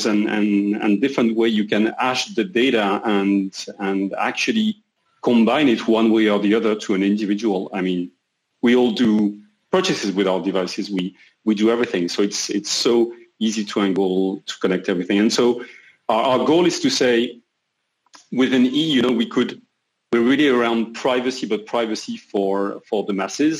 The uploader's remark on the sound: We know the sound quality is not the best, but due to the current situation, we're recording these episodes through video meetings from remote locations.